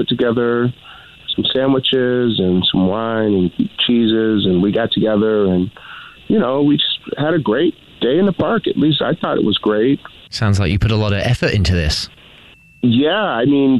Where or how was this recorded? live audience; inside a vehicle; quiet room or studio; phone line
phone line